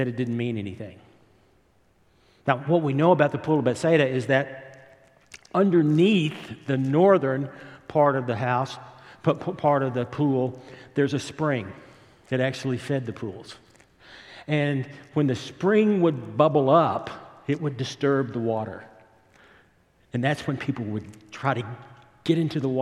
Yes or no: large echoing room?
yes